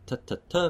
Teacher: My tongue might get close to, say, my alveolar ridge, and that closure, I could close it off completely